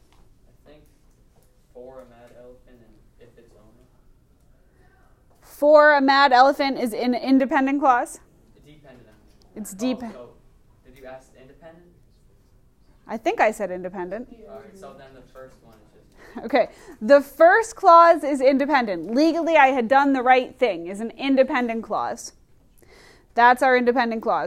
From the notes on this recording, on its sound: Recorded in class on 11/5/19